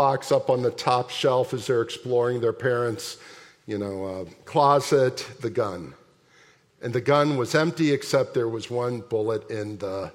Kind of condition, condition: setting, large echoing room